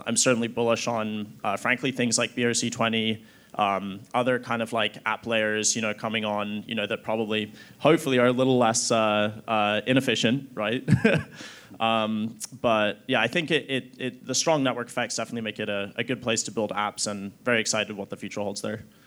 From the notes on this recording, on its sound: Recorded Live in Miami Beach at the Ordinals 2023 Conference, on May 18, 2023.